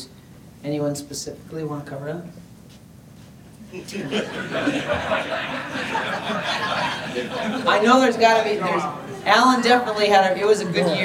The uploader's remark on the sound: This Q&A session was recorded live at Transworld immediately following the 2022 State of the Industry Presentation. Take questions from the audience.